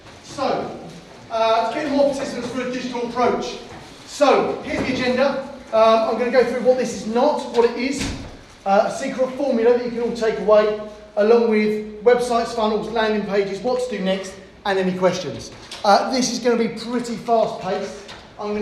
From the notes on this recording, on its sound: During the RYA Training Conference in Feb 2020, we delivered a presentation